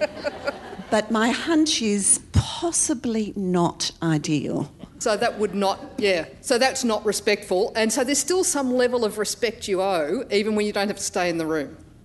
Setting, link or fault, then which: setting, live audience